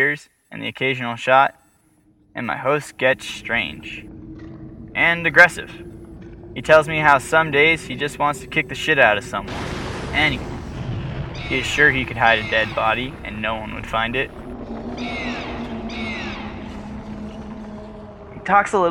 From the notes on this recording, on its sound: Our first story was recorded in the field somewhere in Afghanistan.